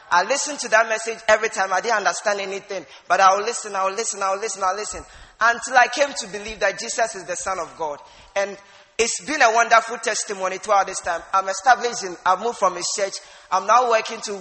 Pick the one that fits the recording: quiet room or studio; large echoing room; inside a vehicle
large echoing room